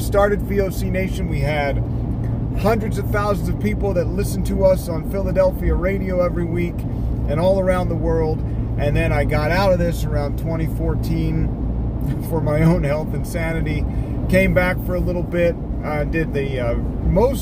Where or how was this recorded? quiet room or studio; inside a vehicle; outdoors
inside a vehicle